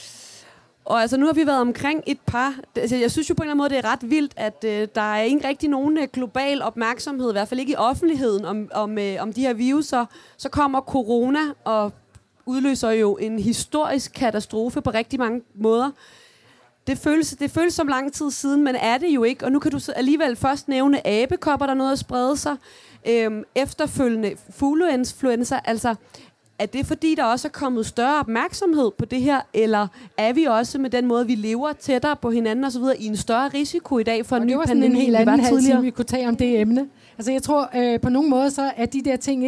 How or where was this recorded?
live audience